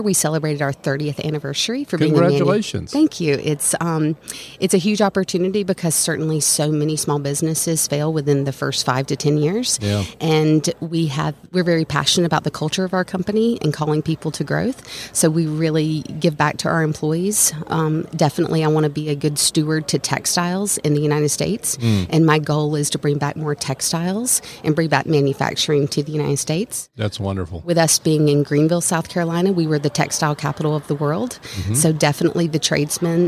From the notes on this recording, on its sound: LIVE from SOAHR 2023. North Fulton Business Radio.